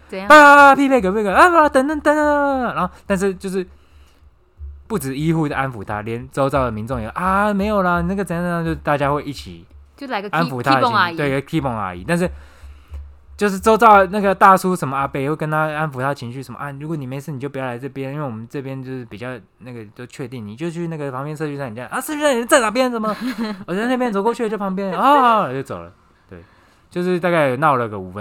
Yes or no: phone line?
no